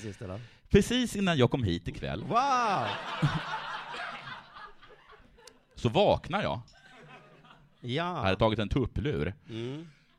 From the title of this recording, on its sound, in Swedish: live på Tangopalatset